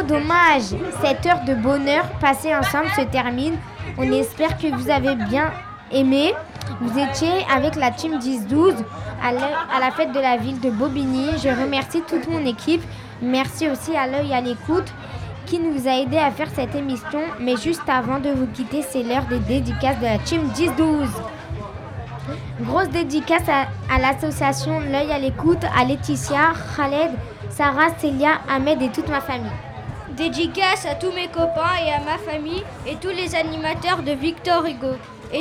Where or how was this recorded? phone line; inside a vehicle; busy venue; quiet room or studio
busy venue